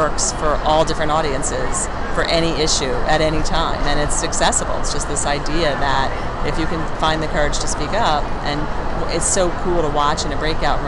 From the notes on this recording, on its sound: On location at the Pennsylvania Women’s Conference at the Philadelphia Conference Center.